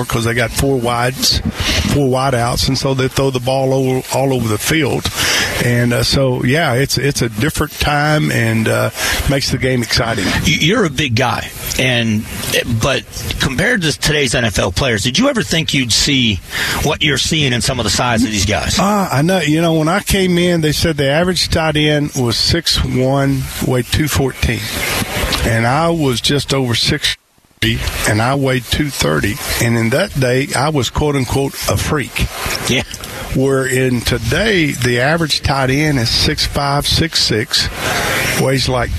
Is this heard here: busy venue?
yes